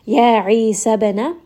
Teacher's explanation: ba here is going to have qalqala, has a little of that bounce.